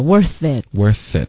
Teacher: 它是一个 th 的音，舌尖要碰到上齿，而不是用嘴唇。要不你就说慢一点，worthit。